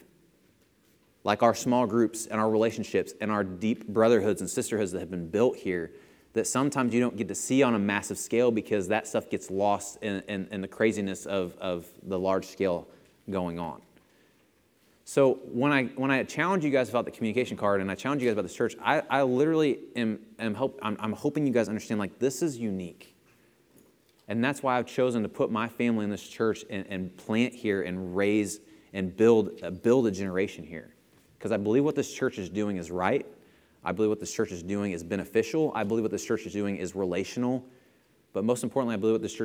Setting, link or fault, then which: setting, large echoing room